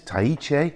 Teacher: the H almost disappears in that. It's Tahiche rather than Tahiche.